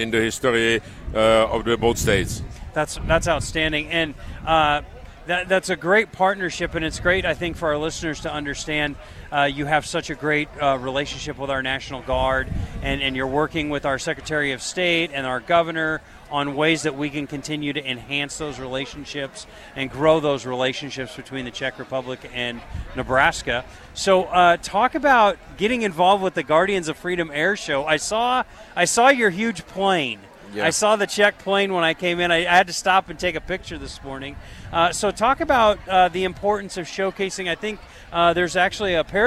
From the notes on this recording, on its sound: LIVE from Lincoln Airshow